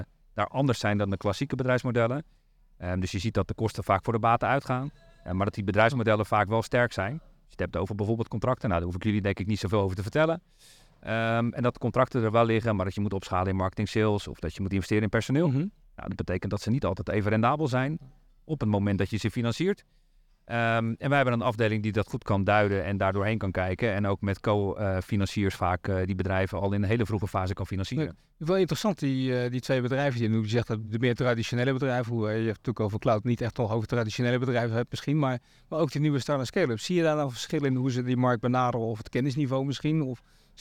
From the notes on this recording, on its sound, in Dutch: De Saas Channel-podcast werd live opgenomen tijdens de Tech Drinks in Amsterdam